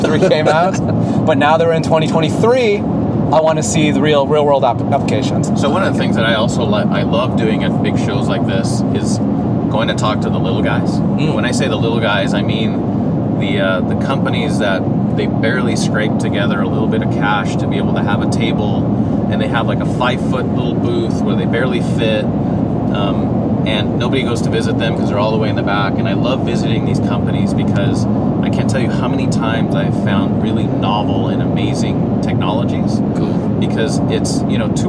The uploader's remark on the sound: The guys hit the road and record on the way to CES!